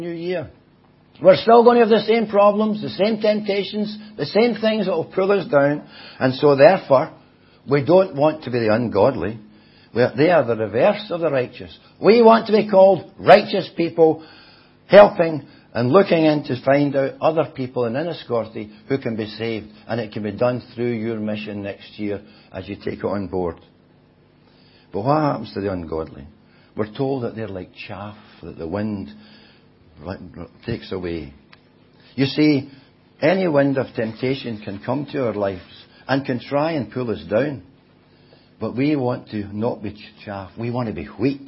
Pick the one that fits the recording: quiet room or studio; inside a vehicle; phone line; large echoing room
large echoing room